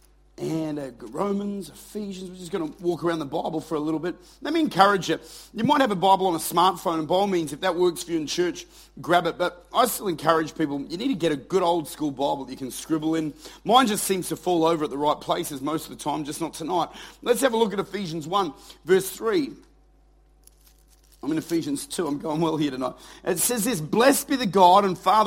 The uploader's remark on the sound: Recorded at Lifepoint Church, Adelaide.